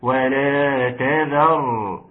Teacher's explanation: والراء بارك الله فيك ستكون مفخمة وقفا ووصلا